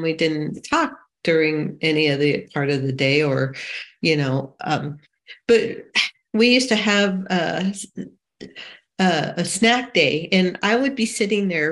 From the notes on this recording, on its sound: Saturday Online Meeting. This recording is from an Overeater Anonymous H.O.W.